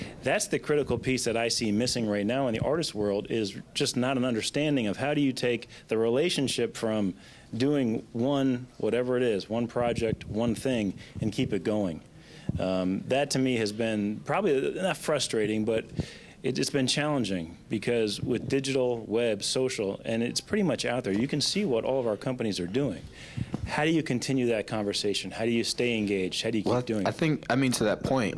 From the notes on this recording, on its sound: In this episode, I'm at A3C Hip Hop Festival and conference